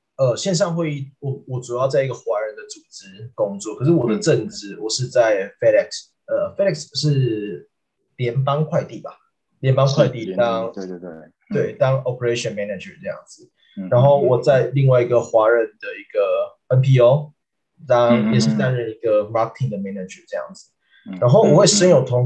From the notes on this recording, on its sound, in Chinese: 這集內容是用線上會議平台錄製，完全沒有剪接。